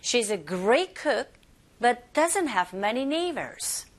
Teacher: 이때 doesn't는 not이 붙었기 때문에 does 자체 조동사 혼자서는 기능어지만 아니야, not이라는 단어가 합체되어져서 이게 내용을 전달하거든요. 그래서 doesn't have many neighbors 의미를 전달하기 때문에 강세를 주셔야 돼요